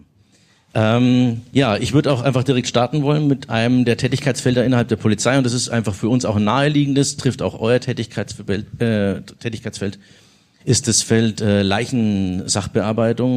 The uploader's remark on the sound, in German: live im Afterwork in Nürnberg und haben dort, zusammen mit dem Publikum